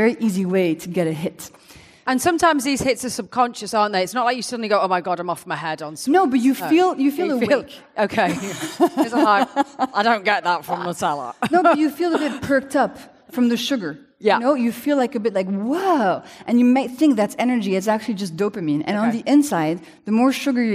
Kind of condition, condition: setting, live audience